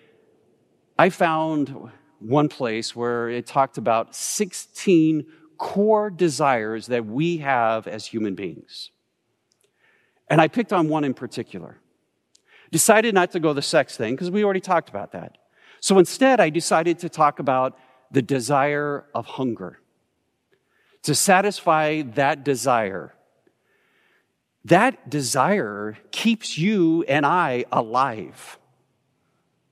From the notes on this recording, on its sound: Recorded live at Beatitudes Church in Phoenix, AZ